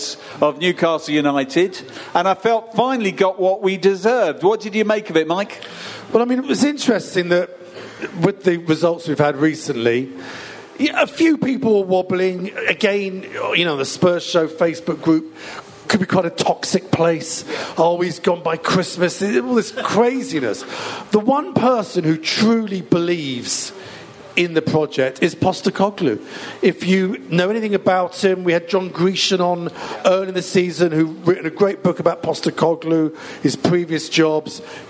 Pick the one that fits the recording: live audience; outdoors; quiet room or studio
live audience